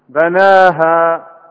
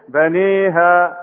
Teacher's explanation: بناها، هذا فتح صحيح، بنيها هذه إمالة